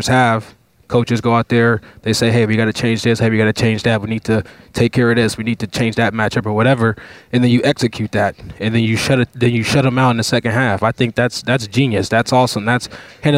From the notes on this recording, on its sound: Lettermen Live hosted by Roosters is back to break it all down. Lettermen Live is hosted by Roosters on Olentangy River Road in Columbus.